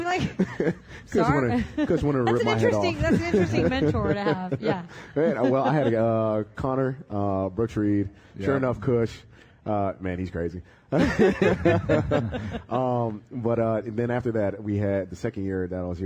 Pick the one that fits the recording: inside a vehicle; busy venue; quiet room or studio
busy venue